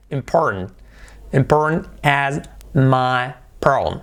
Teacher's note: Importante, la R y tenemos la T que se convierte en una R suave y se le come la R de antes